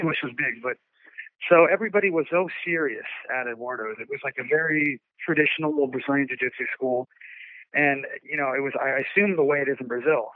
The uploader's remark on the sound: on today’s episode via phone